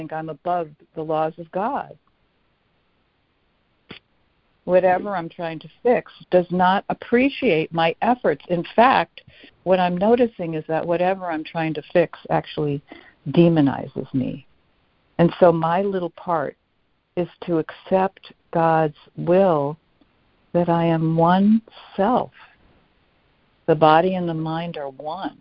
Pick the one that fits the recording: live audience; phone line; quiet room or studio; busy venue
phone line